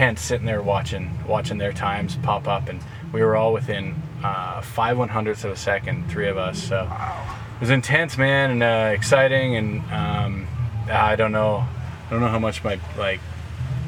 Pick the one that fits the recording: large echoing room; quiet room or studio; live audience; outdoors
outdoors